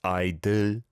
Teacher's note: Remember, the l, it's not a dark L sound. There's no sound coming from the back of your throat like when you say dull, dull.